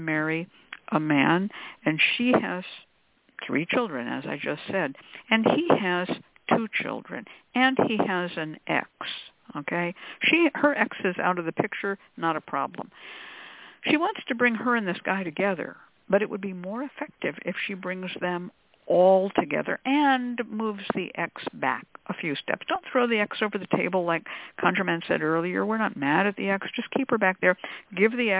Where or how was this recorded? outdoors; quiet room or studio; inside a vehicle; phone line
phone line